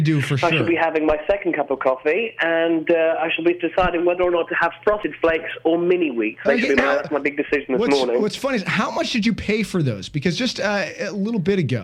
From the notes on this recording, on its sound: calls in to talk shop